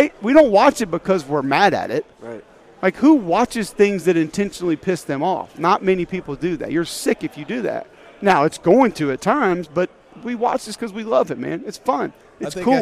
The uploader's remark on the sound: live during 2023 SEC Media Days in Nashville